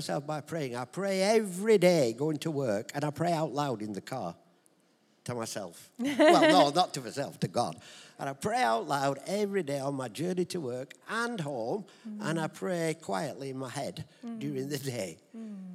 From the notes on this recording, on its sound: Recorded live at Life Church on the 12th November 2023.